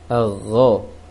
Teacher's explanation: seharusnya agho, agak mengarah ke o